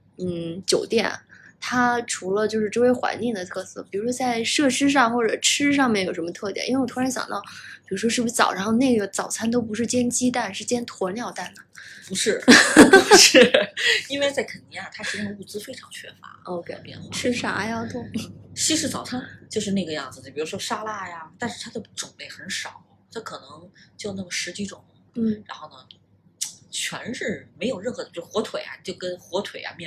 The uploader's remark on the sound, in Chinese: 本期受两个录音设备交替影响，音量可能不一致，见谅